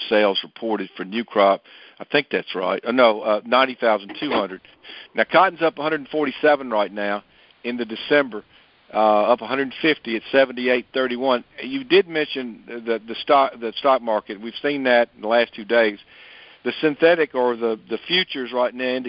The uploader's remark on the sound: Monthly Conference Call